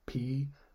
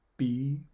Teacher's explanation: So the P feels stronger on the lips, like with the force of air coming out to me, than the B does.